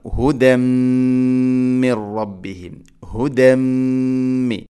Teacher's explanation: ഹുദൻ, ഹുദൻ എന്ന പദത്തിൽ തൻവീന് ശേഷം മീം, തൻവീന് ശേഷം മീം വന്നാൽ ഇദ്ഗാം ബിഗുന്ന എന്ന് വെച്ചാൽ തൻവീനിനെ മീമിലേക്ക് ഇദ്ഗാം ചെയ്യണം, മിക്സ് ചെയ്യണം, കൂട്ടി ലയിപ്പിച്ച് മണിച്ചുകൊണ്ട് ഉച്ചരിക്കണം. ഹുദം മിർ റബ്ബിഹിം, ഹുദം മി, ഇങ്ങനെ മണിക്കണം.